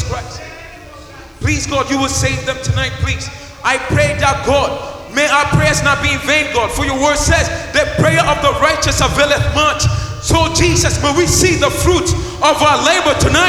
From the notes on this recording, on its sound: the live recording coverage of our Live 4 Christ Annual Event 2k15